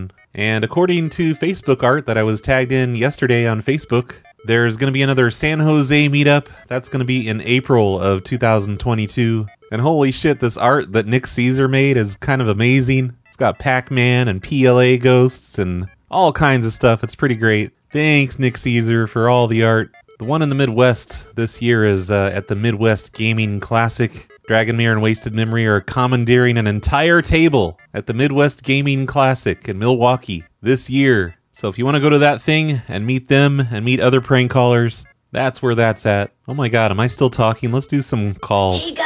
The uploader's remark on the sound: This show has crossed lines, weird connections, 1990’s phone operators popping in the line, and even a failed dial tone trick.